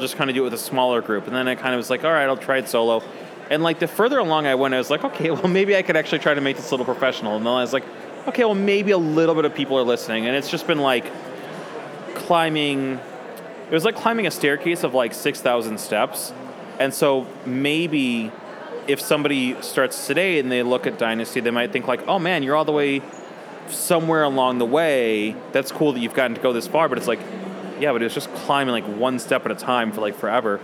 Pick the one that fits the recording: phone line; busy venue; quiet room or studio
busy venue